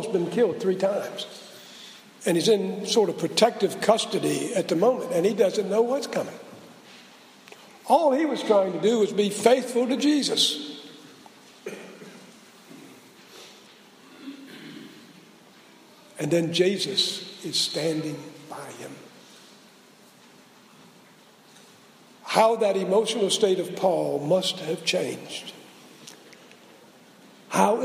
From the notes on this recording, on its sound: Preached at SBRPC on 2/14/16